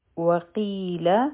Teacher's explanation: واو به یو حرکا وایو، شونډې به ګول کړو. قی حرفی مده دی، دوه حرکا به راکاږو.